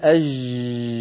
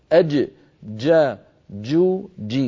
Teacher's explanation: الجيم الفصيحة يعني شديد بمعنى محبوسة الصوت · Shown in: second take